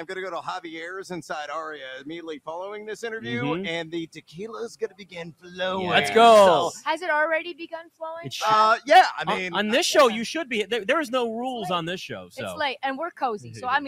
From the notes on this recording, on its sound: LIVE FROM LAS Vegas at Mandalay Bay!